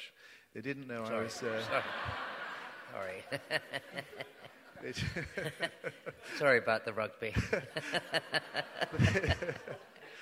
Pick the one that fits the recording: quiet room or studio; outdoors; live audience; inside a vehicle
live audience